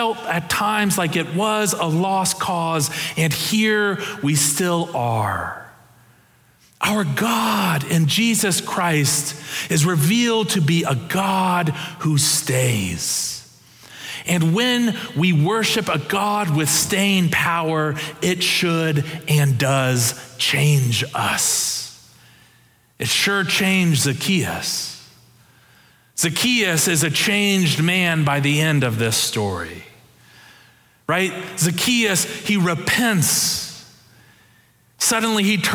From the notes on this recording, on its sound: Preached October 30, 2022 in our Kirkin' o' the Tartans worship services.